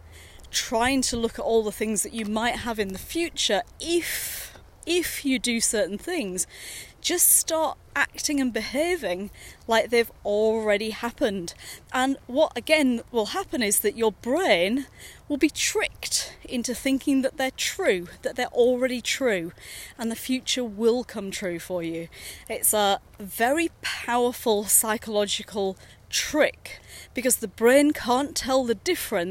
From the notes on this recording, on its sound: Series of short podcasts recorded during daily walks.